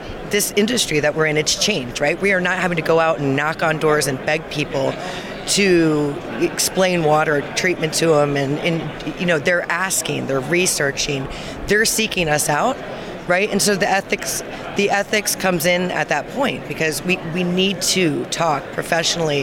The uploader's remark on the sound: on the show floor of the WQA Convention & Exposition in Las Vegas